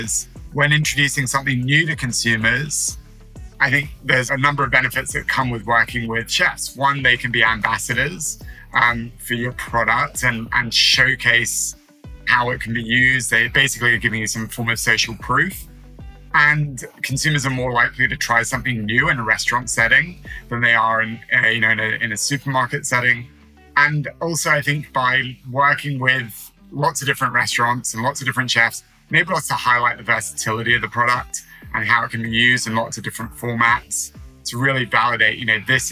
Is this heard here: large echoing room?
no